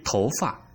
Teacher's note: 头发，它不是轻声词，它是一个重中结构